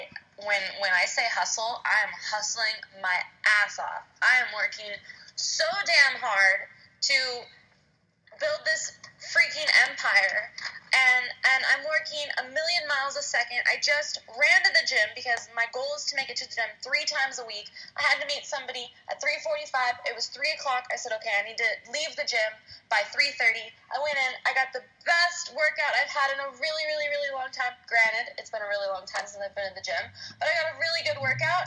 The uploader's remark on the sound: Coming at you in the car, running to an appointment.